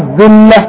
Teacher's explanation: الذلة طلع لسانك واللم مرققة